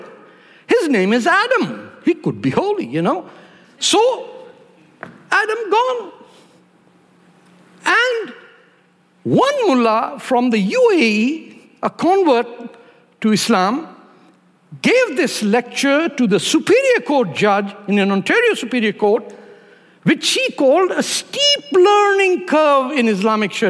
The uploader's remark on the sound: at ideacity 20th anniversary conference